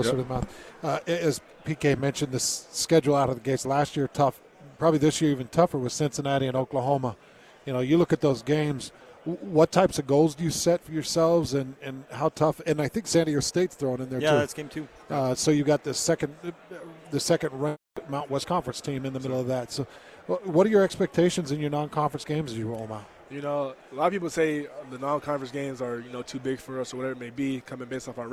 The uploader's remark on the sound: live from Pac-12 Media Day